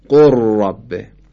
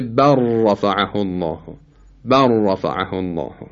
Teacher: مورد دیگری که برای ادغام متقاربه این سراغ داریم ادغام لام در ره هست، مثل قل ربه که میشه قر ربه. لام کاملا در ر ادغام میشه و دیگه اثری از لام نمیماند